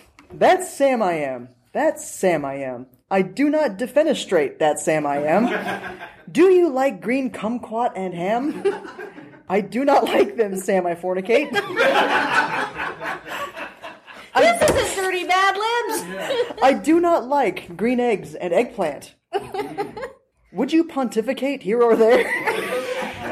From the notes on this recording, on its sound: The Melting Potcast's first ever live show, at Balticon 51!